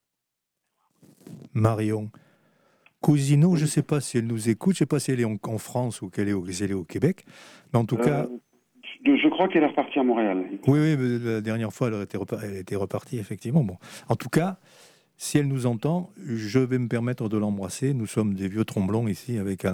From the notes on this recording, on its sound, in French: En direct et sans filet ! Au Bistrot des copains. Avec une interview par téléphone.